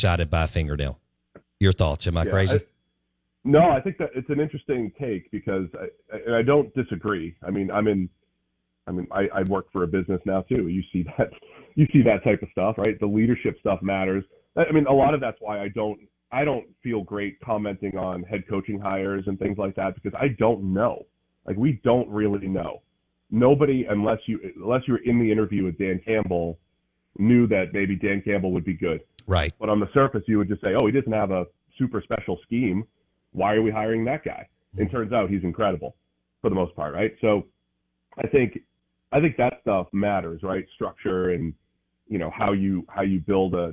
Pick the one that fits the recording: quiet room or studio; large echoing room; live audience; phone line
phone line